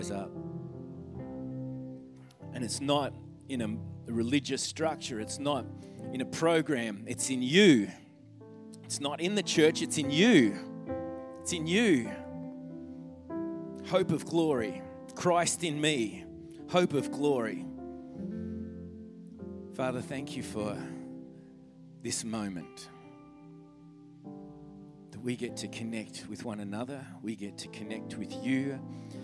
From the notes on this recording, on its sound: During the 10am service.